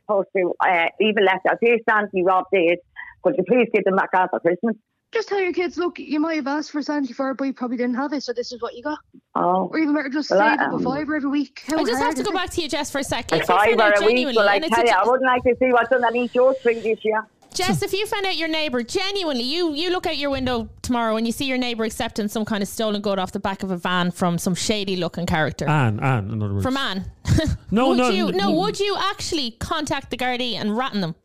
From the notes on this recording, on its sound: A woman phoned in to tell us that she shoplifts for parents for their kids for Christmas. She really divided people, and WW3 erupted live on air...